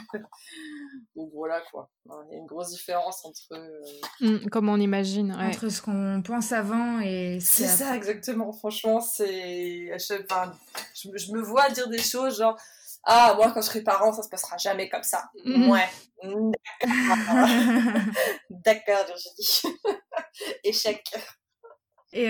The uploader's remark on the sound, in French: Cet épisode est enregistré à distance, nous nous excusons de la qualité de l’enregistrement.